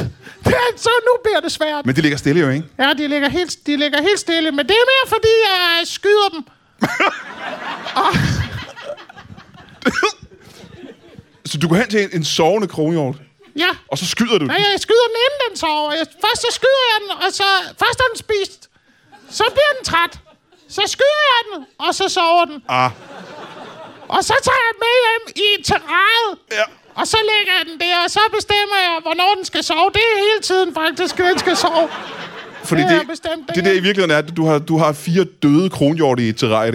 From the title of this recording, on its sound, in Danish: LIVE fra HCA Comedy Festival